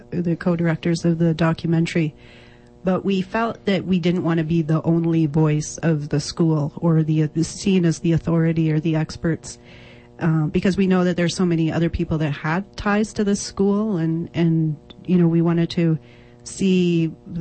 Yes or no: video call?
no